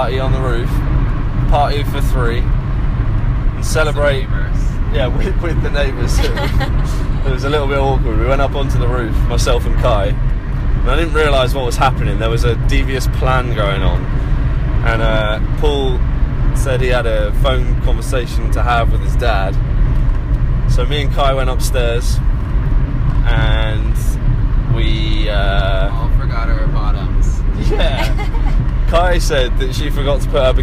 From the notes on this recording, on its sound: We're in the car, thought it would be fun, apologies for the poor sound quality!